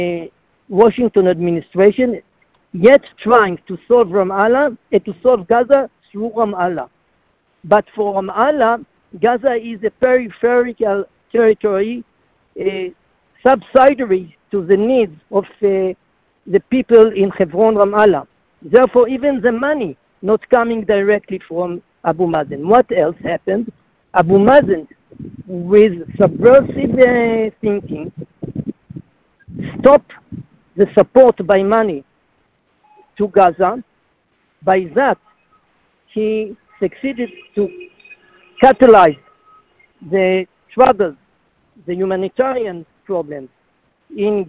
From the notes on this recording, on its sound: in a conference call on June 28, 2018